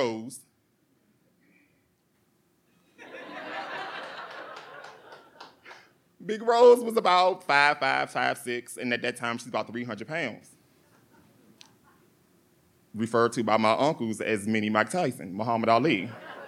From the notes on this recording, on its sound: true stories told live on the Story District stage